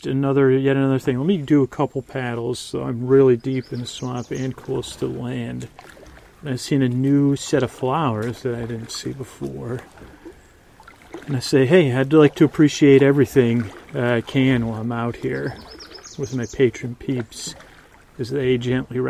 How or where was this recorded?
outdoors